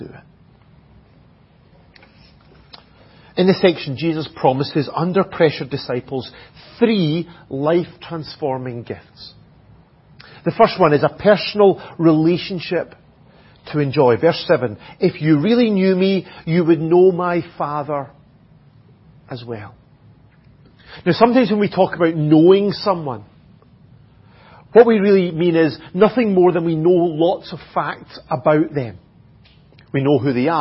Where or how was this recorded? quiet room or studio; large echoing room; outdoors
large echoing room